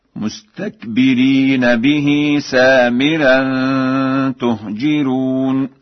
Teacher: قرأ ورش: تهجرون بضم التاء وكسر الجيم وترقيق الراء هكذا.